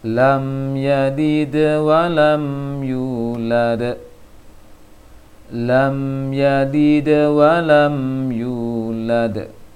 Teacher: Seharusnya lam yalid tersebut pantulannya tidak memutuskan suara dengan huruf waw setelahnya. · Term: pantulan kecil